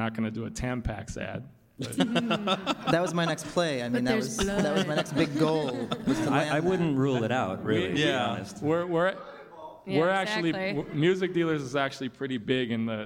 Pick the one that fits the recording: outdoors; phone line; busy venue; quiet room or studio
busy venue